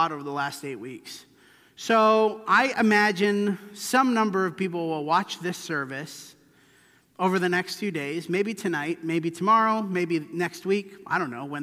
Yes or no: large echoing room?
yes